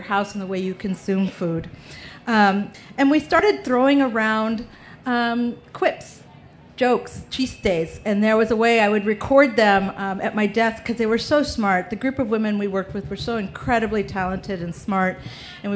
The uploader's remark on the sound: 30 Minutes features a panel from the Pima County Public Library’s Nuestras Raices Pavillion at the 2015 Tucson Festival Books.